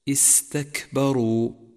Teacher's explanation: وأما الحرف الرخو فيجري معه الصوت، فتأمل حرف السين من كلمة واستكبروا، تأمل كيف جرى معه الصوت · Term: الرخاوة